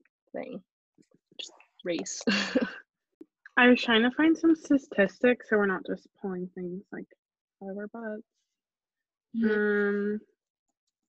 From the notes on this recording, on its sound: In this most recent episode we recorded via Zoom call.